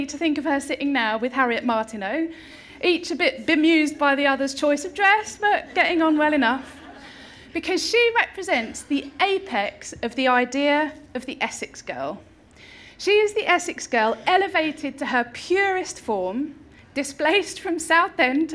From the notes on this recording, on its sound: delivered this year's Harriet Martineau Lecture at the Norfolk & Norwich Festival